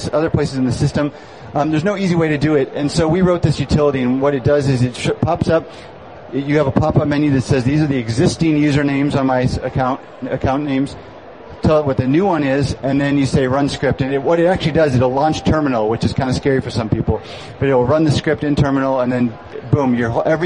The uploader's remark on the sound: Live at Macworld Expo 2007.